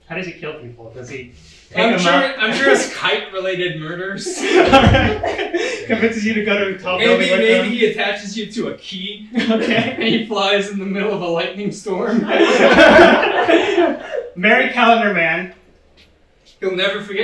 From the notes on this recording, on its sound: filmed at NOT ACCEPTABLE LIVE!